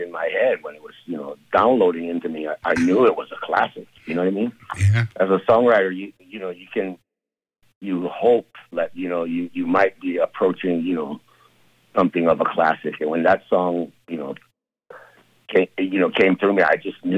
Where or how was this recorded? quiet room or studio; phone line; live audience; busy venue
phone line